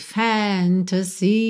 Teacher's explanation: essa última sílaba acaba ficando um pouquinho mais alongada